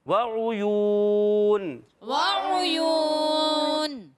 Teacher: عین کا مخرج حلق کا درمیان والا حصہ